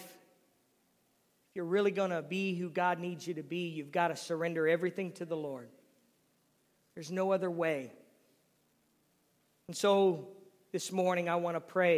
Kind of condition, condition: setting, large echoing room